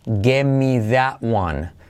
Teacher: Por separado, give, letra I como E, give, semiclave V, give me that, semiclave TH, that la T casi no se pronuncia